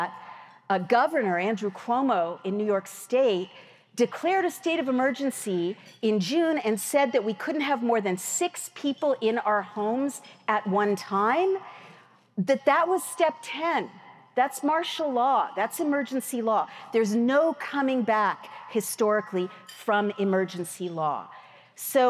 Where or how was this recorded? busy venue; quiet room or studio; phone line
busy venue